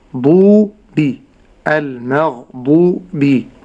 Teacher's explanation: والضاد مضمومة والواو ساكنة ما قبلها مضموم، هذا مد طبيعي